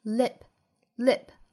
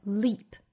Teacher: 其中的元音是松音短音的 I, lip, lip,而 L-E-A-P 包含紧音的 leap.Leap,我们在发 leap 的时候呢，上下齿之间几乎没有间距，左右嘴角呢要尽量向两边裂开，这样嘴周有肌肉的紧张感。这是一个紧音的 e e 的发音，发成 leap, leap.